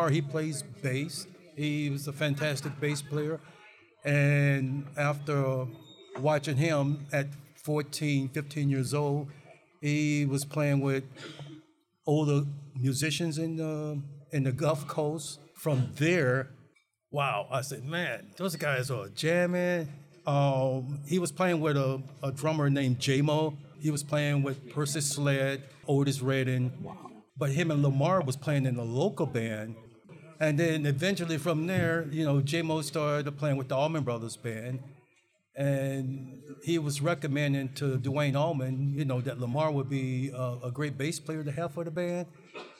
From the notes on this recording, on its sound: This very first episode of Time Signatures was recorded live at Moriarty's in Lansing, Michigan.